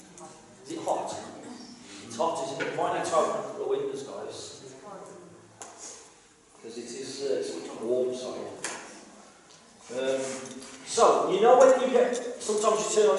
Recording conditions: poor sound quality